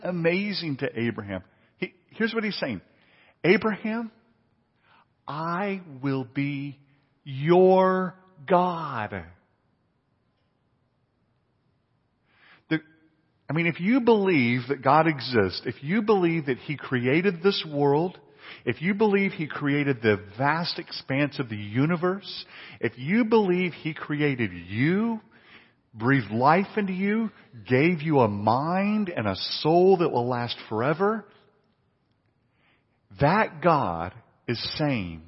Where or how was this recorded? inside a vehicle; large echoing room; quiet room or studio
large echoing room